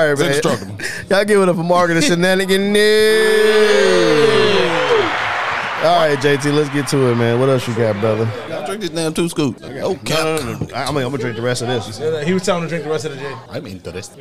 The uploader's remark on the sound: On today's show, we live at Panther Creek Brew's.